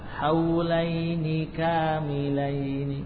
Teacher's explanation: huruf nun pada haulaini harus pendek. Yakni harus cepat berpindah ke huruf kaf.